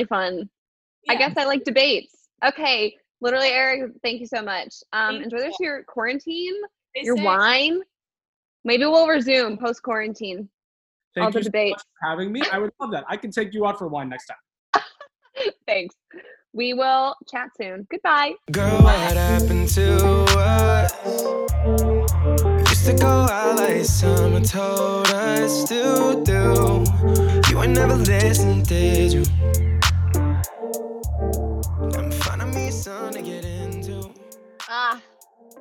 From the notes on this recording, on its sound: Second quarantine zoom date is in the books